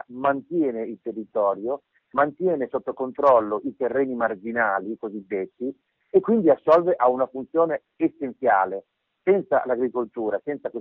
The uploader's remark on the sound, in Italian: al telefono